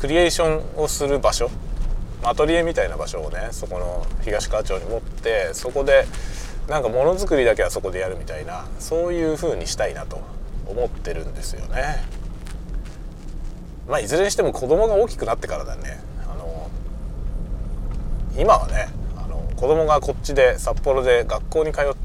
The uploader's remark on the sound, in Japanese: 祝日ということで昼ごはんを買いがてらホームセンターへ行くことに。その道中運転しながらの収録です。運転中。